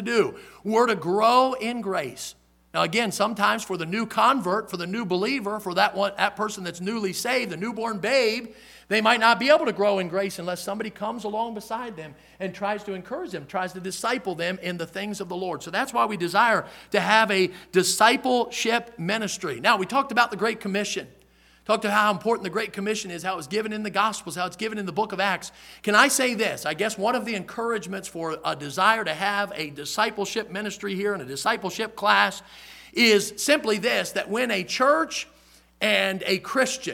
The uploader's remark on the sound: in the Sunday Evening Service on February 26, 2023, at Victory Baptist Church in Boonsboro, Maryland